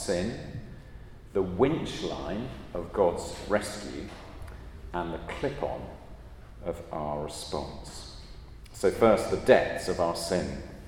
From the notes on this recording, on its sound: at a Christians in Parliament Chapel Service which was held in the Chapel of St Mary Undercroft